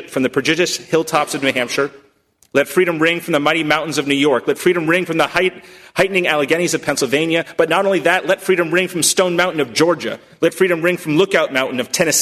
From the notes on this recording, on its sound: at First Congregational Church of Houston